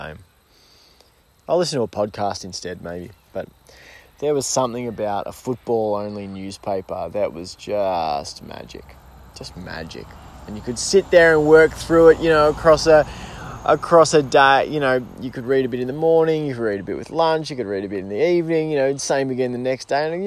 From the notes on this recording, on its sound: sits down in the garden to record a freeform solo episode